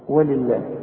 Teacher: لفظ الجلاله هنا مرقق لان اللام مكسوره